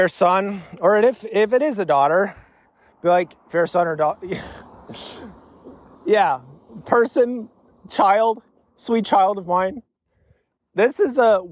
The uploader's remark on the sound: I panicked and immediately went on a walk to record this episode to sort of make it better.